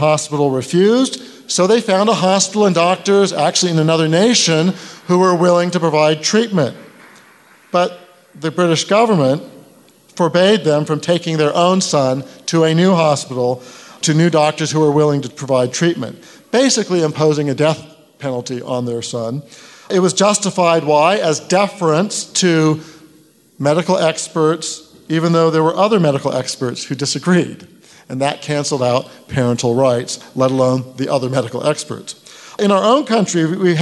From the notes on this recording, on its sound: a panel discussion from FreedomFest 2018